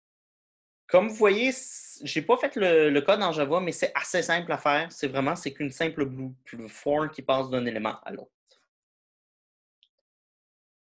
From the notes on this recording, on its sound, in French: cours en ligne sur Zoom.